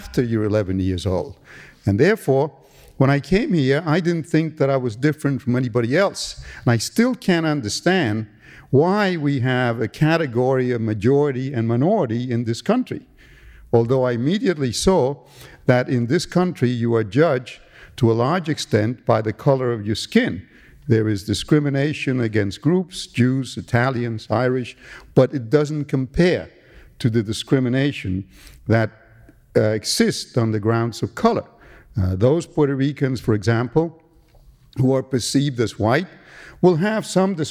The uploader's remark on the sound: The conversation was recorded on April 8, 1992 at New York's 92nd Street Y.